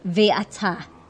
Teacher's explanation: The accent on the word in all three cases of ata represents a louder pitch or rising intonation, as if to say, listen, you, Moshe, don't worry.